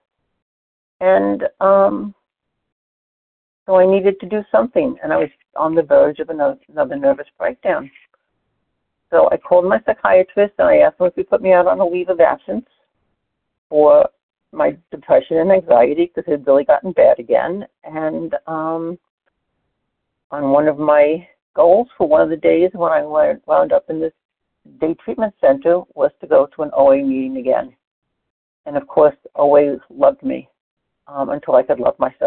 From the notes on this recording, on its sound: 100 Pounders Phone Meeting, 7/18/23